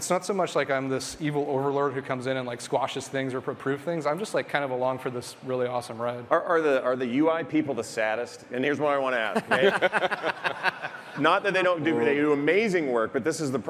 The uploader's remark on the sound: Our live panel from the Blizzcon Epic Stage!